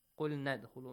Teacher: So in this case, you do not have to prolong the sound of harful mad. Yes. Say them with short vowel sound.